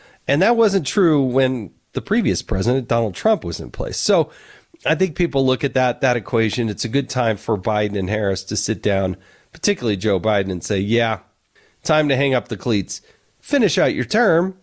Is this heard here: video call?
no